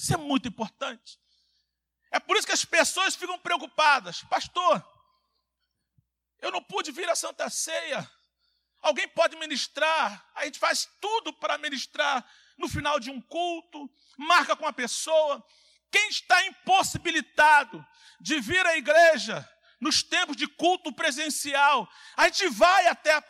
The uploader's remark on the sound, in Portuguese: CULTO AO VIVO – SANTA CEIA